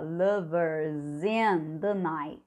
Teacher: Então aqui esse S tem um som de Z.